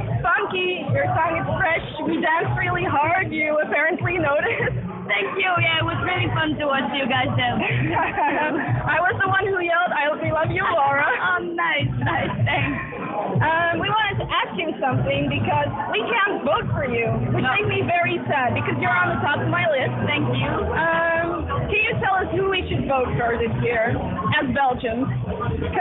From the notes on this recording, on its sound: Please excuse the audio quality - we were completely unprepared. It should still be listenable, though.